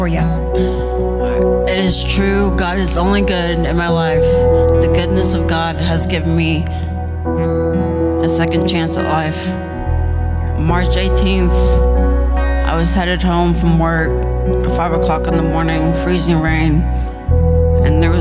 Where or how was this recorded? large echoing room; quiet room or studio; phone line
large echoing room